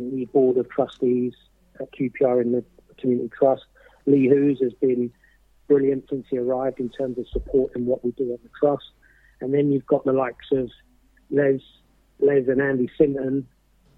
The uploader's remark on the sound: On the phone